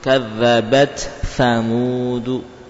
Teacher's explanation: Bacaan jumhur tidak mengidghamkan ta ke fa, jadi dibaca dengan dari makhraj masing-masing